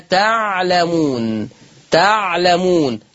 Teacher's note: اللام مش هتبقى مكسورة، اللام هتبقى مفتوحة وهتبقى مخففة